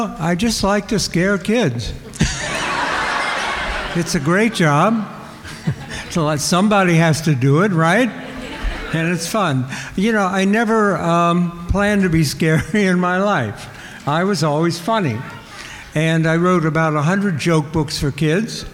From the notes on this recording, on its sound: In our second live show from the Brown County Library Pop-Con. In this wide-ranging interview in front of a massive live audience.